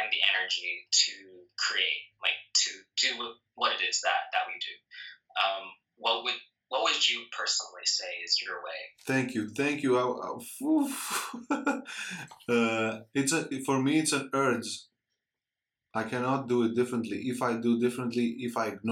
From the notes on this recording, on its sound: on an IG live